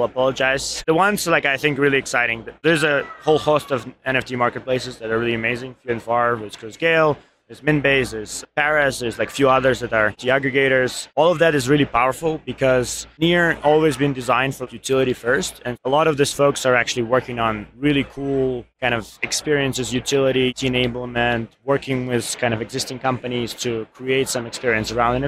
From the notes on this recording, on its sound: Live from ETHDenver 2023. This episode features the Edge of NFT live from ETHDenver 2023 . From our final guest whose interview got cut short due to technical issues.